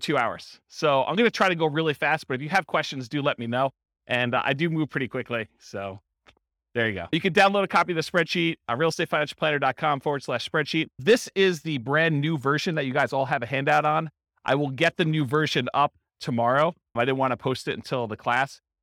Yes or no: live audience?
yes